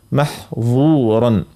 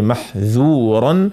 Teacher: عنا الظاء حرف مستعلي لكن الذال حرف مستفل